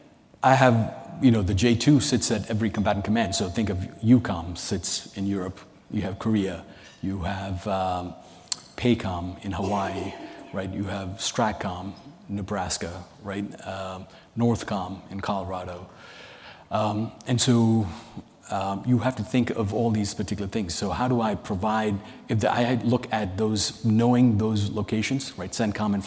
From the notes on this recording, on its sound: a keynote session from ACT-IAC's 2023 Emerging Technology and Innovation Conference